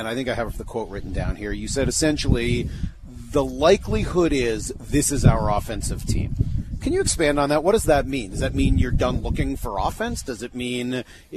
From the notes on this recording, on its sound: live from spring training